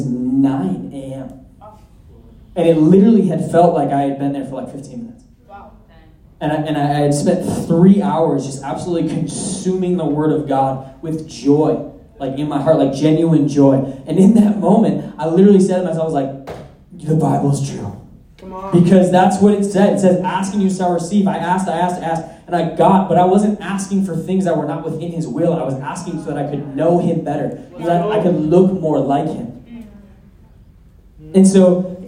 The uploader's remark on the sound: at our Sunday night community gathering